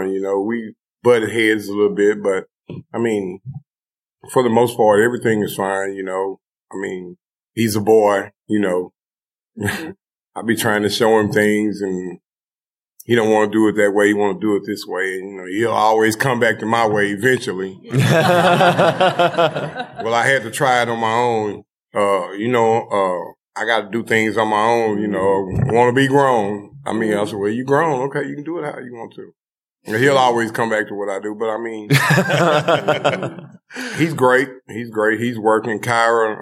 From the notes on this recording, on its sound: This week's follow-up is a live recording from Obsessed Fest in Dallas, Texas. Answer live listener questions.